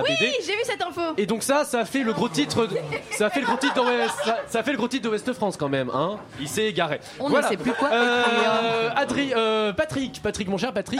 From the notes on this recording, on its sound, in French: Émission enregistrée en direct du bar "Les Cochons Flingueurs". Aux Cochons Flingueurs à Saint-Quay-Portrieux.